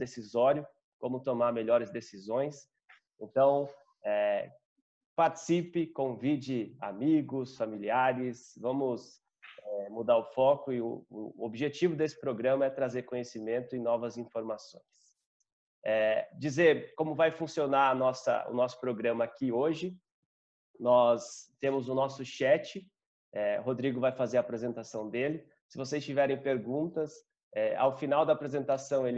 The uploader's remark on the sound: via ZOOM